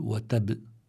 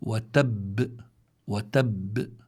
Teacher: لابد شدد الباء لأنه هون عندي باءان بسبب التشديد · Shown in: second take · فما بيمشي الحال قول وتب وإلا بيؤدي هذا إلى حذف إحدى الباءين، فبدي أقول وتب وتب.